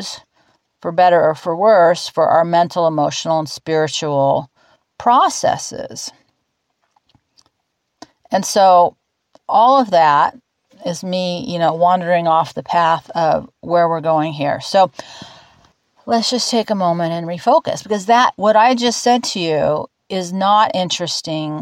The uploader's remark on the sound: I’ve got pictures of life here in the higher desert - 2000’ and not 500’!!! The dogs are sitting here with me, all of us outside and under the tent in the now calm and sunny blue skies, perfect temps, and for this moment - peace.